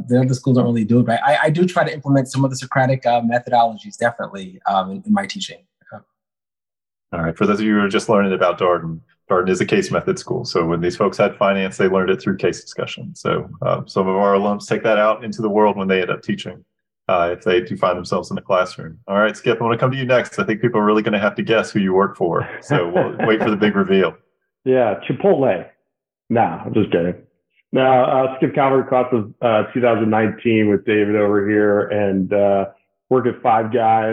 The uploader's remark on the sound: we share the audio from a recent webinar